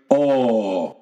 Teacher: not the open a or the diphthong o, but straight o